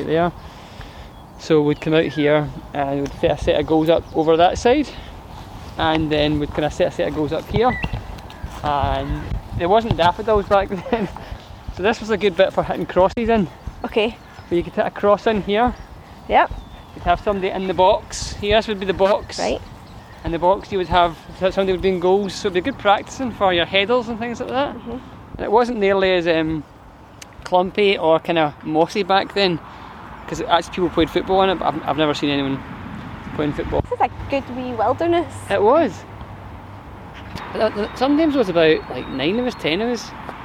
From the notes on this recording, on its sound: In 2021 Today Museum Parkhead took to the streets of Glasgow's Eastend to 'walk and talk' with local residents. Our one-to-one sessions allowed us to gather LIFE stories as part of our Creative Communities residency for Glasgow Life.